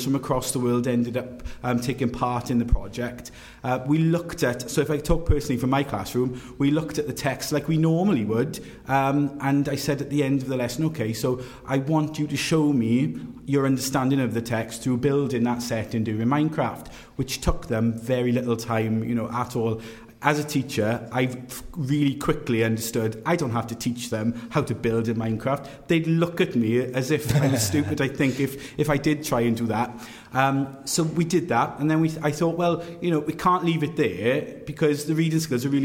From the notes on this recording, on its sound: LIVE from London! We taped this episode live in front of an invite-only studio audience at London’s TechHub.